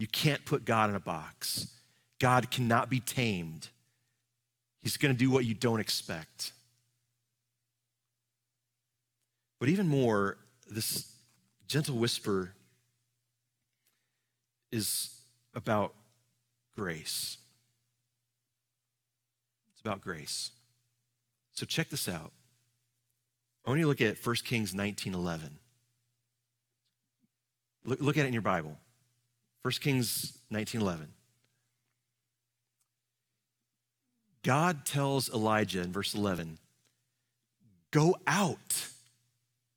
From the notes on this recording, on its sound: Live from our Celebration Ministry Center.